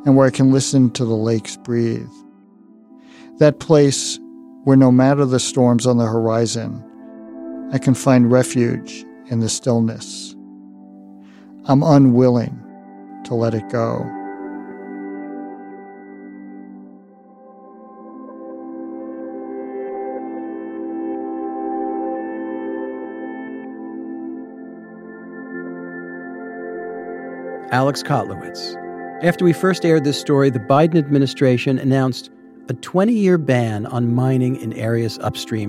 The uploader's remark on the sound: Took a recorder with him on his annual canoe trip. The Boundary Waters.